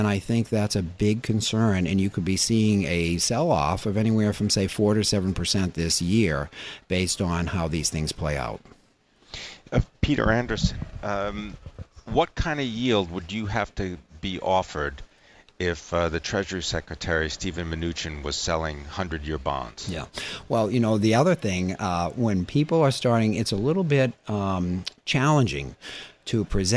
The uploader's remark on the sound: Live from the 2017 Red Hat Summit in Boston